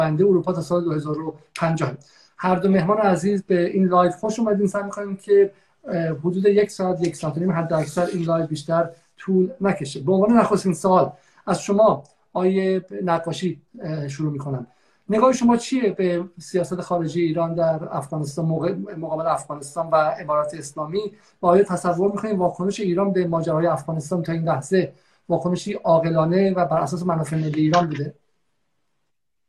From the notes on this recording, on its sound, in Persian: در این برنامه که جمعه نوزدهم شهریور در اینستاگرام ضبط شده